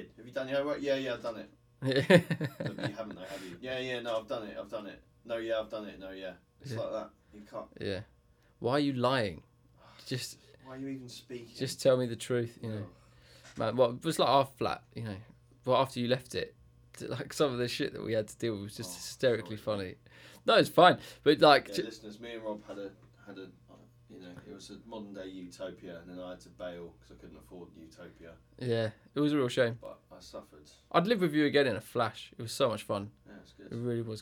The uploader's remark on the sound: Mic Fail